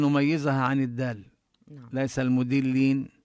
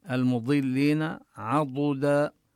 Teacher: وكذلك المضلين الضاد وإن كانت مكسورة فهي في أقل مراتب التفخيم · Shown in: second take · لكننا يعني المطلوب أن نميزها عن الدال، ليس المدلين، المضلين عضدا.